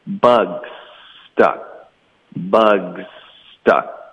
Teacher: Bugs 结尾的这个 z 的音呢，跟 stuck 开头的这个 s 的音，其实我们就可以用一个 s 的音连发过去。 · Term: 连读